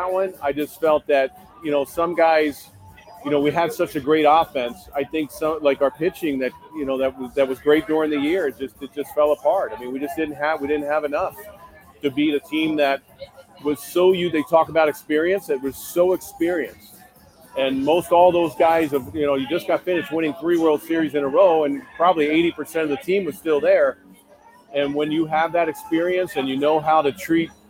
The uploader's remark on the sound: live from T-Mobile Park in Seattle